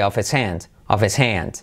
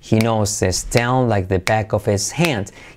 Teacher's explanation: Lo mismo que of his, podemos saltar la H, of his hand.